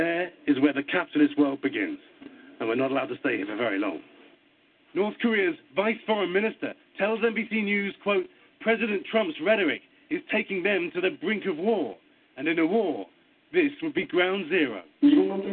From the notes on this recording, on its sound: your phone calls